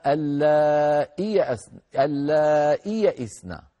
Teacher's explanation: هذه الياء اللي في الآخر يحذفونها تخفيفا فيقولون اللائي يئسنا